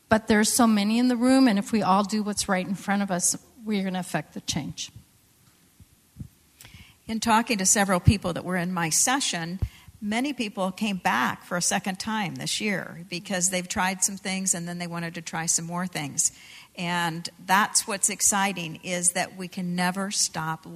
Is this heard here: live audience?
yes